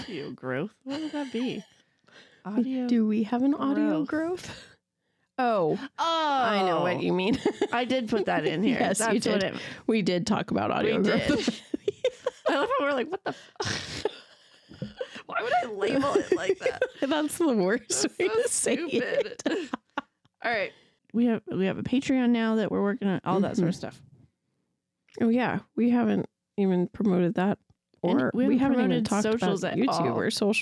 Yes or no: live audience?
no